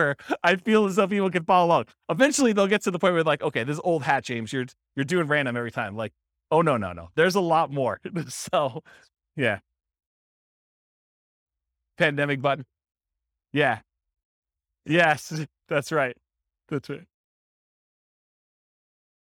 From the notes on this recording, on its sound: This was a live class recorded